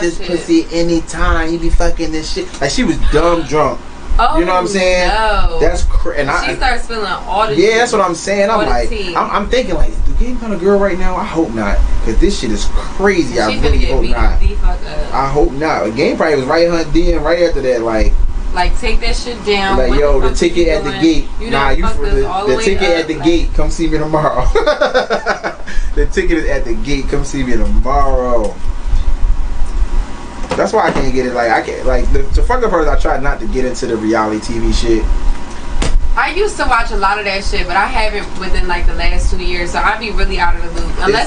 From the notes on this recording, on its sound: The squad was having some technical issues and decided to give live on Facebook this episode.